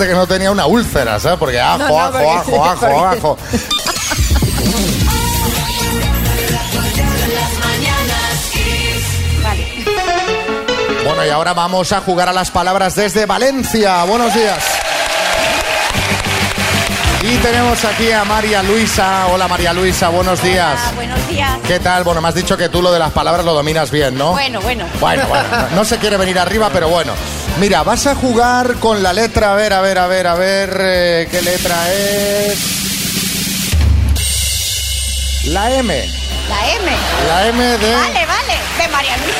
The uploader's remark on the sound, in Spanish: Las Mañanas KISS desde VALENCIA. Los oyentes que se han acercado a disfrutar del programa en directo con nosotros.